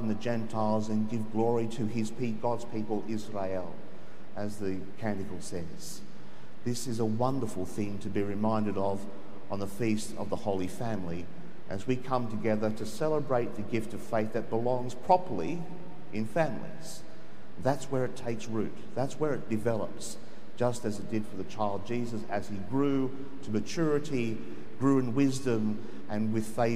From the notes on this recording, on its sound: The homily from Sacred Heart Cathedral, Hamilton.